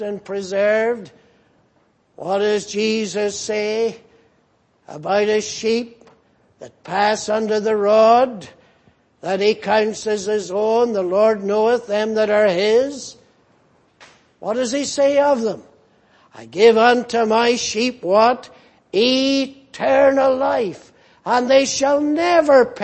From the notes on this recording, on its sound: Preached in Grafton. At the Lord's Day Morning service on 23rd September, 2018.